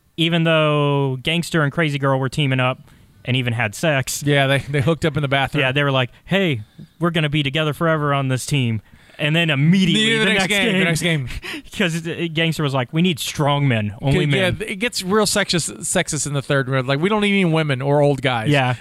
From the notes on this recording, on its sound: joins in via phone